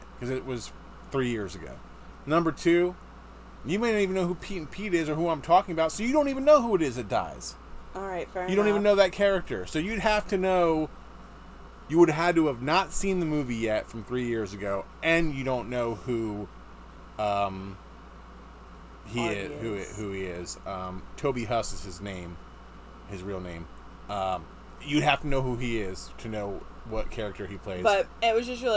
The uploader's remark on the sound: That noise in the background is our air conditioner.